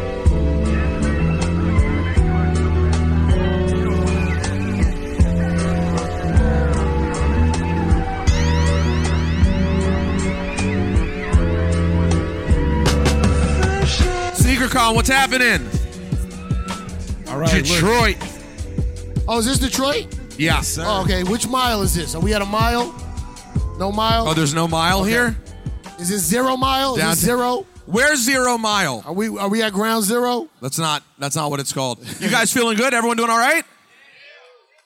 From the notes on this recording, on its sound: Live from Sneakercon in Detroit.